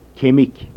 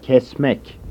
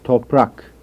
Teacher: Voiceless stops in Turkish are strongly aspirated.